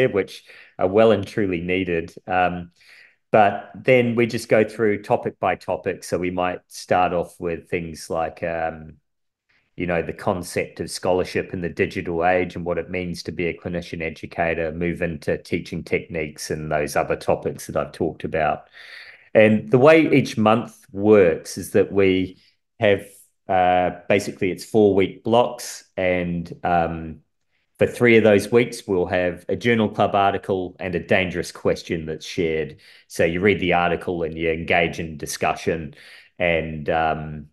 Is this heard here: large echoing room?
no